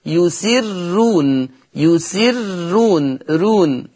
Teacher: لأن هذه الراء مضمومة ومسبوقة بكسر، فيقرأ ورش بالترقيق · Term: ترقيق الراء